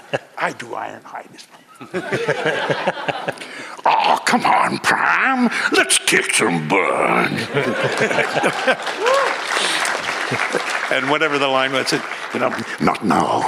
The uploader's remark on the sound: audio from our panel at FanExpo Philadelphia last year